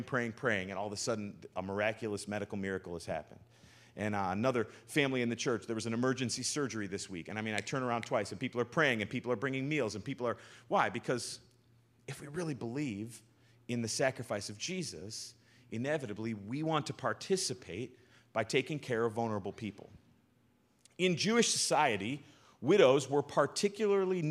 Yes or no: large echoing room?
yes